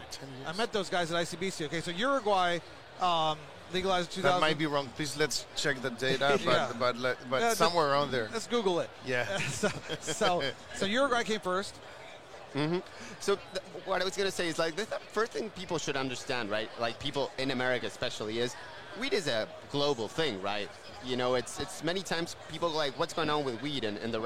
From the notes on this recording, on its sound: LIVE at MJ Biz Con 2022